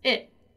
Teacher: You may have noticed here that when we say the word it, we normally don't pronounce the letter T in a very stressed, in a very strong manner, right? What we normally do is we eat the letter T and we speak it inwards.